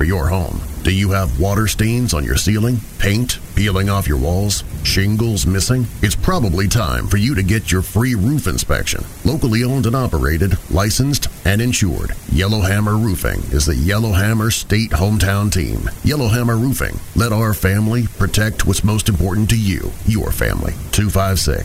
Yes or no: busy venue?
yes